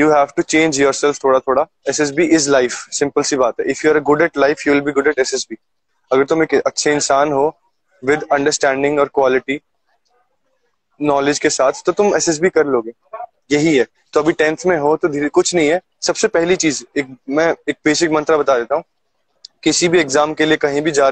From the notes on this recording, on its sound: This was part of Insta Live.